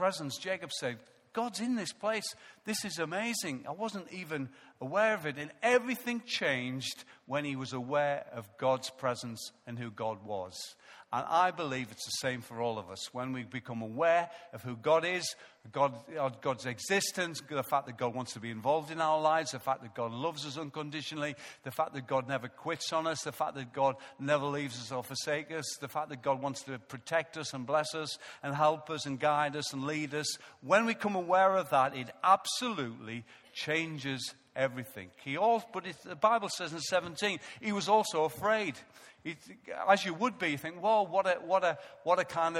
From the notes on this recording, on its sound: Recorded live at Life Church on Sunday 23rd November 2014